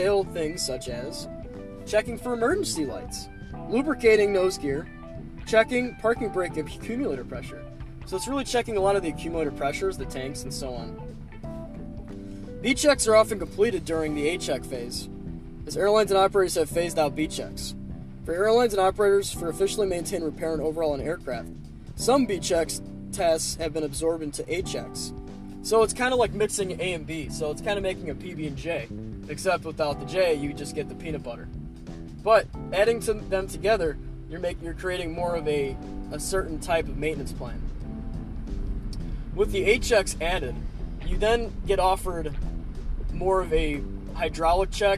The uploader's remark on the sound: I'm in the car again